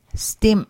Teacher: Glottal M pronounced as an abruptly ended M